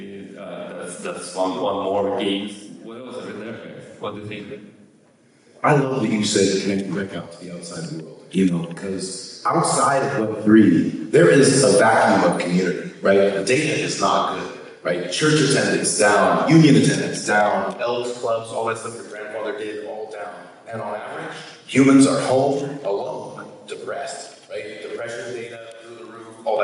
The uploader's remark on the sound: In a conversation live from Town Hall for NFT.NYC!